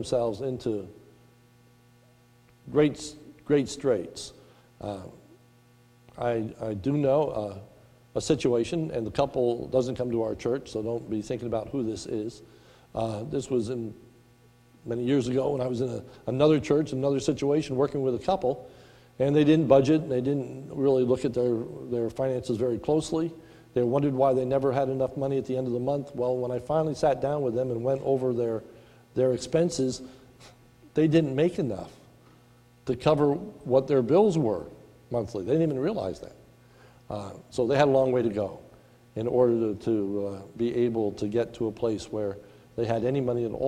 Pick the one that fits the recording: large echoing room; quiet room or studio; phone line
large echoing room